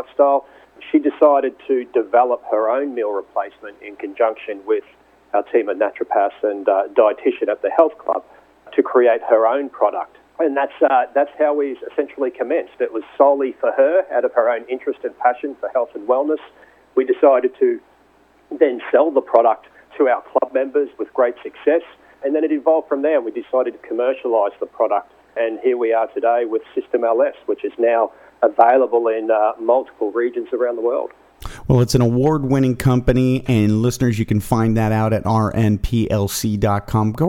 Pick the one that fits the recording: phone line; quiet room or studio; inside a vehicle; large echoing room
phone line